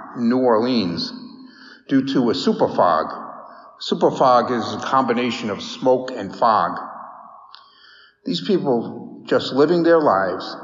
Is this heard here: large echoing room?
yes